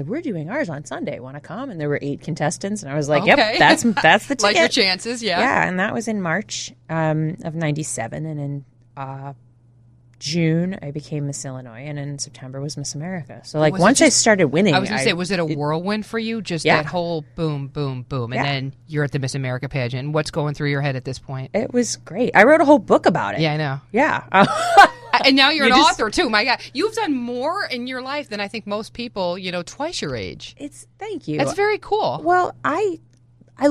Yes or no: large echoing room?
no